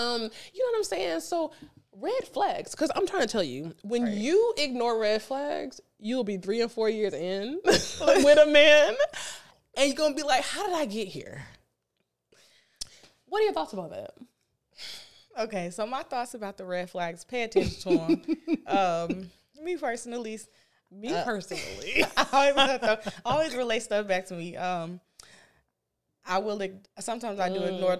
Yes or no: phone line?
no